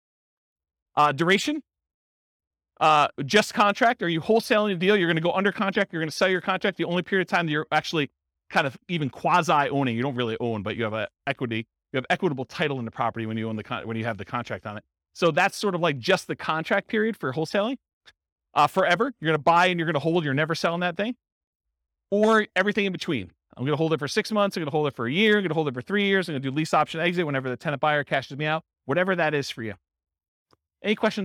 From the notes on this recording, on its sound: This was a live class recorded